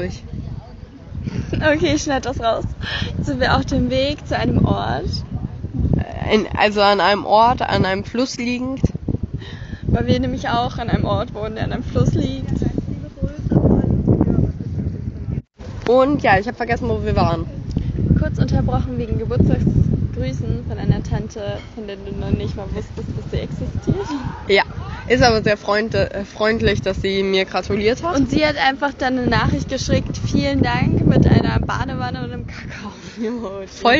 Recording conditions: background noise